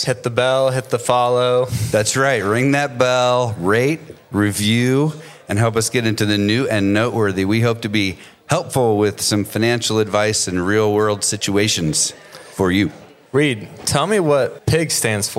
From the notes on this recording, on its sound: Live from our 2023 Client Appreciation Event.